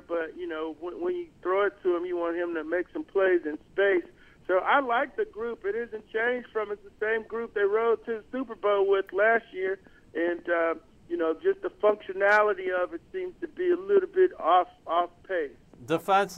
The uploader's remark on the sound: calls in from Kentucky